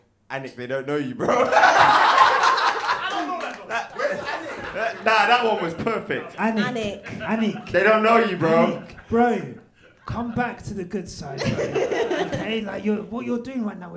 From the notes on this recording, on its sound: This episode was recorded LIVE at our #QuickStopLive event. After watching the Hungarian GP together.